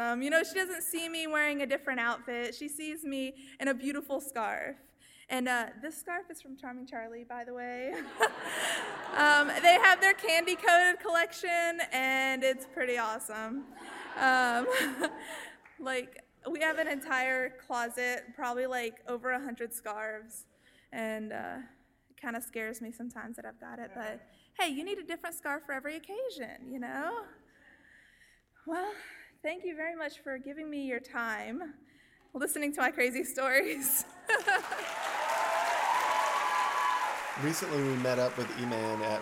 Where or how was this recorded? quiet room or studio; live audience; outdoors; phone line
live audience